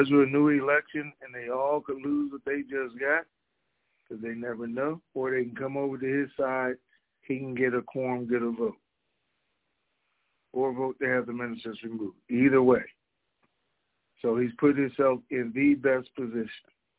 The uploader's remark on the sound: TNTSuperfantastic Conference Call